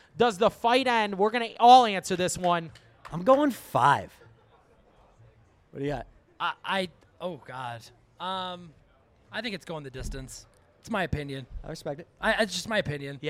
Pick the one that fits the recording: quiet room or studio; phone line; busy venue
busy venue